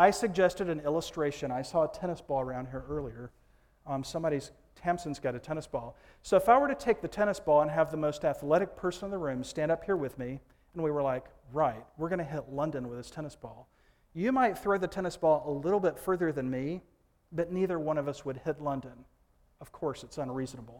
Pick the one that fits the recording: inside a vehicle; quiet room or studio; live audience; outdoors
live audience